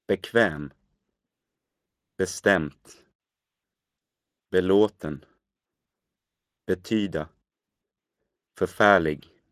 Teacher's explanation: Some have an unstressed prefix, such as be and för, with the stress coming on the next syllable.